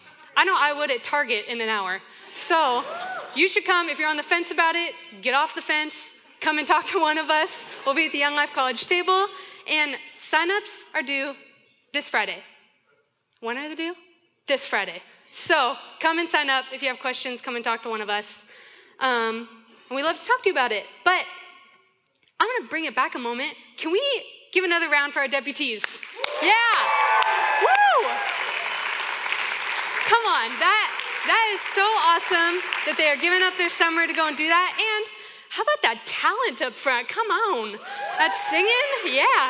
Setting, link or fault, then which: setting, live audience